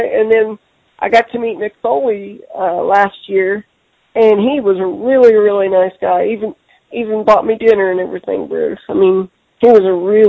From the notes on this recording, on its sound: I sit down on the phone with my friend